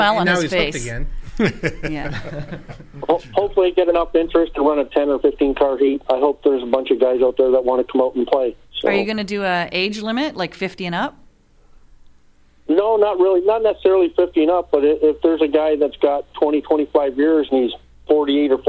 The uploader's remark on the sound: Impact In Studio. Were in the neighborhood, and drop. Checks in by phone.